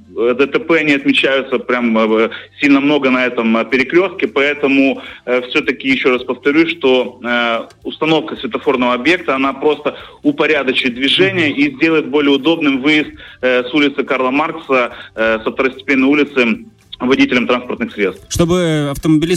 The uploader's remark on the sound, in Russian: Зачем и почему узнали в утреннем эфире «ФРЕШ НА ПЕРВОМ», на связи ГАИ.